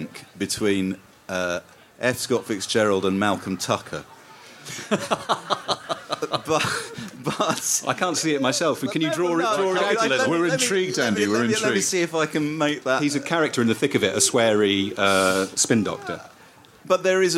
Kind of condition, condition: setting, busy venue